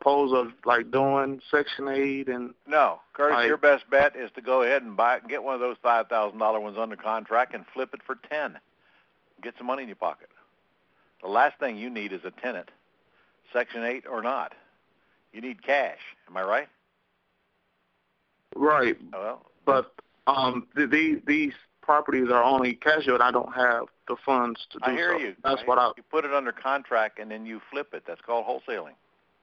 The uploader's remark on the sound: Q&A Call